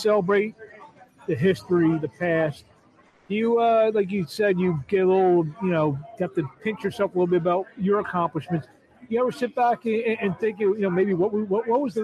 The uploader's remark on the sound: LIVE FROM ATLANTIC CITY BOXING HALL OF FAME